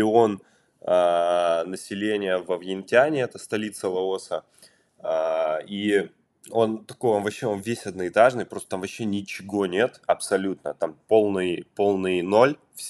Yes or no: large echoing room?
no